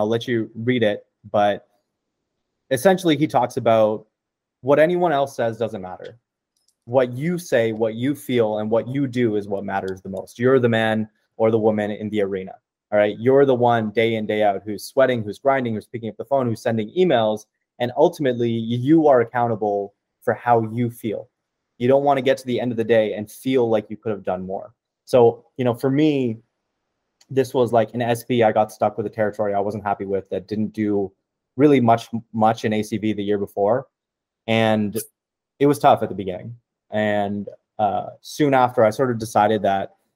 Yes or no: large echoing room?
no